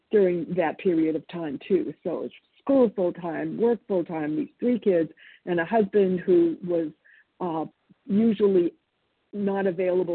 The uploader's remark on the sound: 100 Pounders Phone Meeting